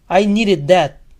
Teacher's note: El verbo termina en sonido D, por lo tanto, ED va a sonar ed.